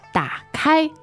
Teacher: 打, third tone, and 开, first tone.